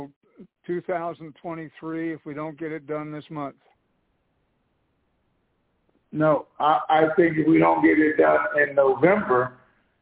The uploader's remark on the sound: TNTSuperfantastic Conference Call